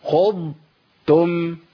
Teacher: يبقى انا لساني ما لمسش في مخرج التاء وانا بجيب الضاد، لازم افصل بين المخرجين. الاسهل ان انا اقول ايه خضتم خضتم خضتم، كاني جبت تاء مفخمه شويه بس، لا لازم افصل، خضتم خضتم خضتم خضتم.